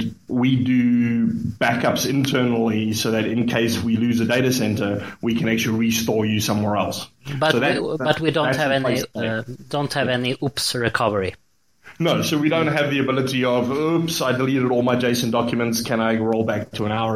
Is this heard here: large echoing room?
no